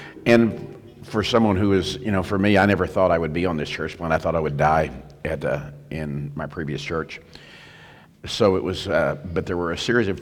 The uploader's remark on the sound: Hosted live at The Crossings Church St. Charles County in O’Fallon, MO. This content was featured at the 2023 Campus Ministry United Workshop: Beautiful Feet.